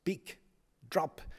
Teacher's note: The indifferent beak, whose violence is captured in those monosyllabic plosives